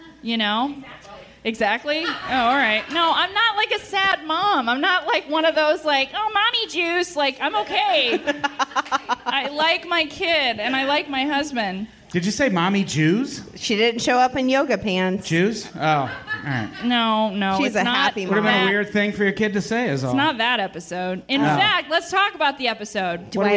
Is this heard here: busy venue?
yes